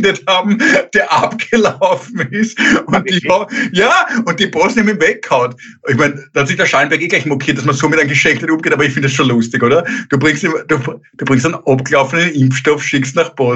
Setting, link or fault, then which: link, video call